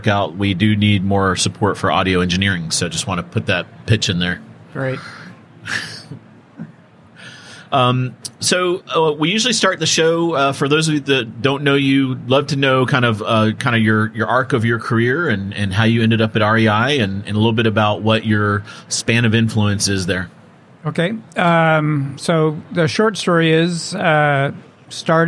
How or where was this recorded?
busy venue